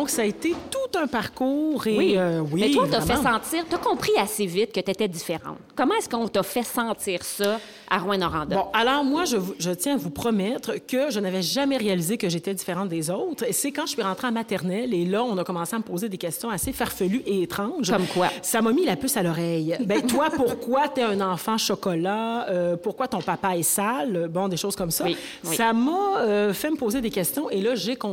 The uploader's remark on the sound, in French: Cette table-ronde est enregistrée directement de la Capsule, durant le Festival cinéma du monde de Sherbrooke, au printemps 2019.